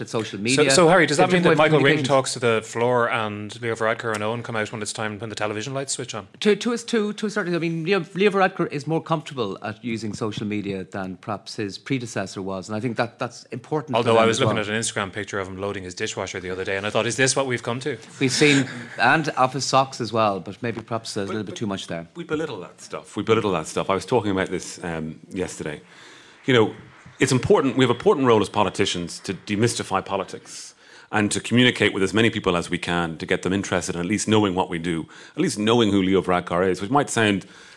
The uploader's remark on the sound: Live at FG Conference. This weekend it was Fine Gael's turn for their annual get-together.